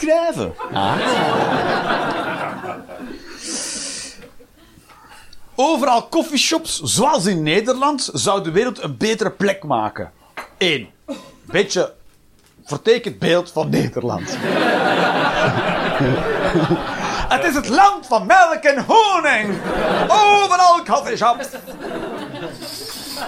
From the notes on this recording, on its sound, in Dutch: Live 17 Mei 2023, The Joker, Antwerpen